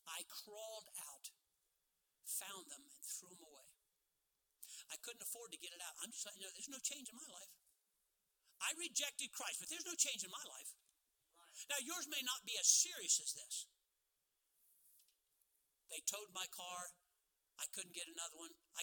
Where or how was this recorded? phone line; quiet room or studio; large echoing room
large echoing room